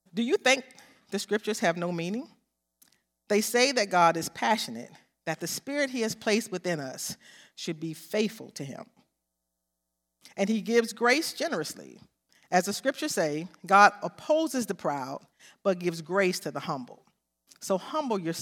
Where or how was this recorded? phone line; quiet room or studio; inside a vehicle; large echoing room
large echoing room